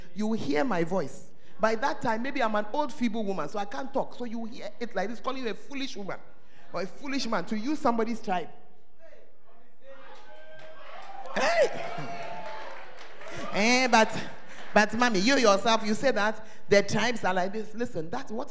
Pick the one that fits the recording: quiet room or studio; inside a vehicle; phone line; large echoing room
large echoing room